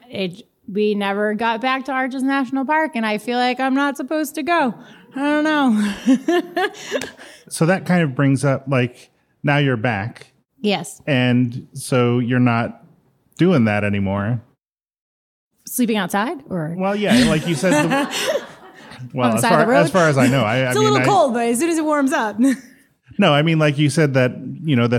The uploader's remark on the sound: The first half of the … live show